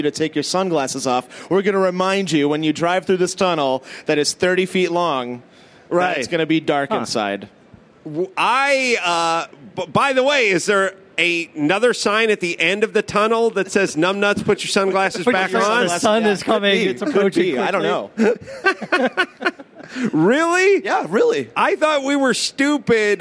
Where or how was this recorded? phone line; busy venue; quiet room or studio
busy venue